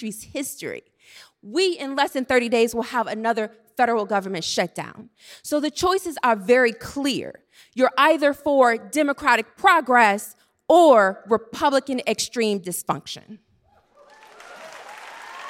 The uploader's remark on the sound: Live from DC! Live in Washington, DC!